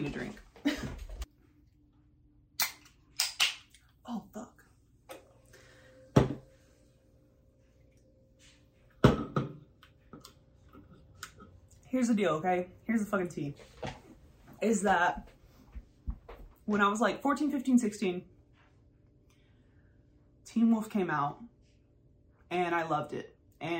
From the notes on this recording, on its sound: i did have some audio issues so ended up using the video audio